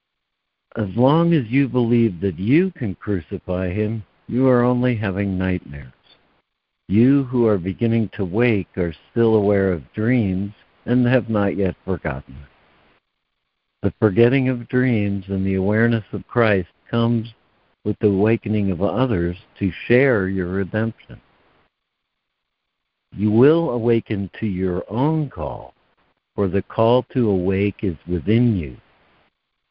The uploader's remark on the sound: ACIM Daily Conference Call